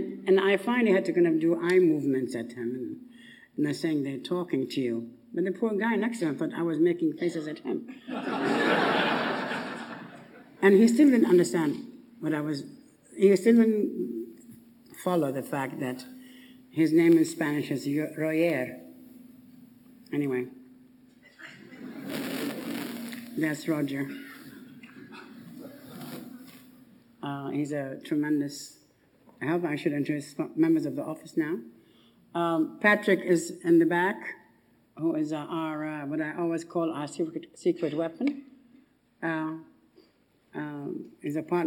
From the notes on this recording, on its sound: The annual Stephen Lawrence Memorial lecture in 2011. In a talk captured in archival footage from the RIBA Collections.